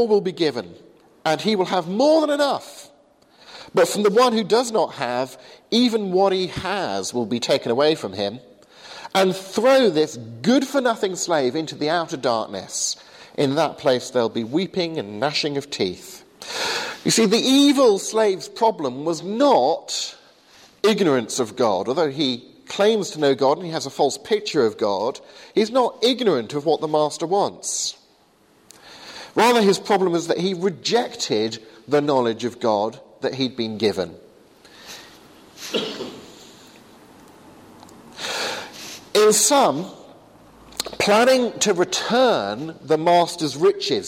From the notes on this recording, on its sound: Delivered to the 8am service at Highfield Church Southampton.